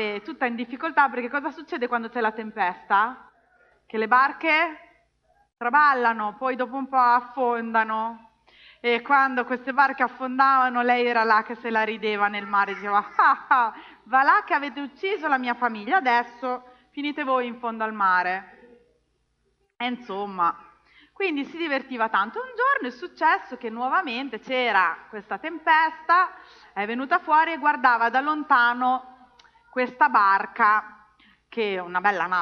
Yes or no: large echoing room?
yes